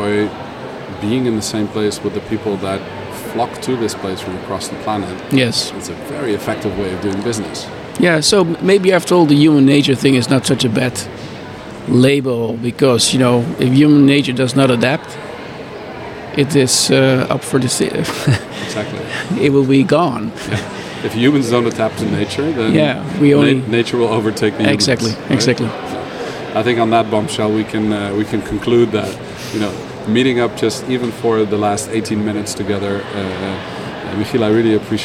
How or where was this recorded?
busy venue